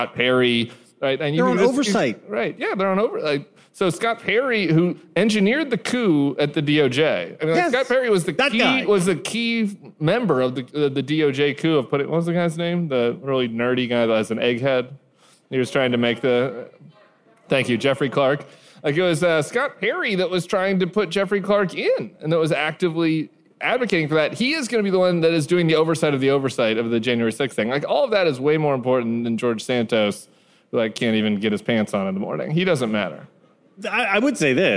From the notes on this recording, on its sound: Live From LA. The gang hit the road this week with a live show from the Avalon Hollywood.